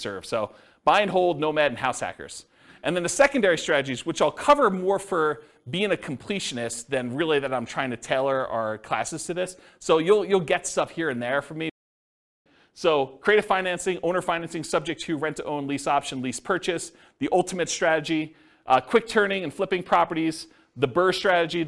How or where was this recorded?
live audience